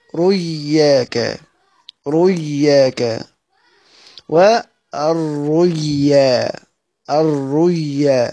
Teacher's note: فلما بدلتها واو حصل قلب للواو، قلبت هذه الواو ياء، ياء ساكنة، قلبت هذه الواو ياء ساكنة، أصبح عندي ياء ساكنة بعدها ياء متحركة. من ناحية التجويدية تقرأ بالإدغام، إدغام مثلين